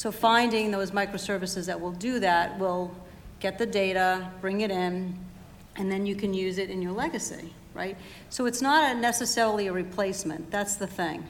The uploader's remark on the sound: InsurTech Panel – Acord Connect – Live Recording. Recorded Live in Boston.